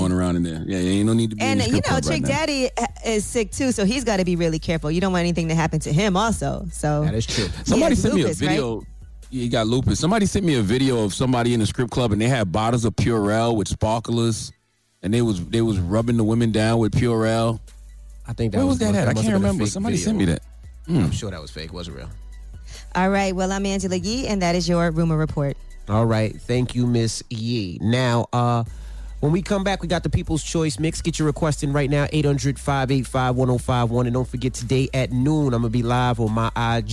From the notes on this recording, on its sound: Today on the show we opened up the phone lines to see how single people are dealing with quarantining alone.